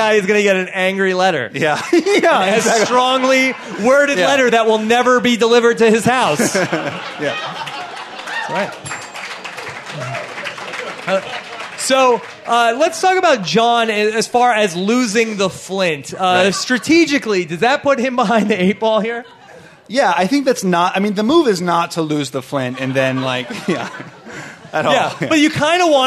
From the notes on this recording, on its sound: LIVE from the Gotham Comedy Club in Manhattan